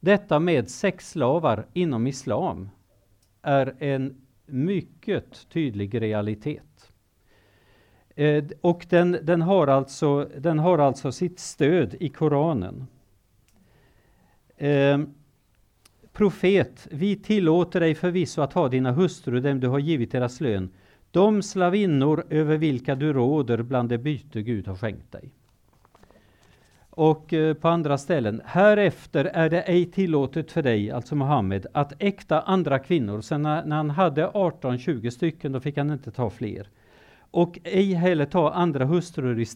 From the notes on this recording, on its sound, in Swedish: Föreläsningen är en inspelning från bibelkonferensen 2019.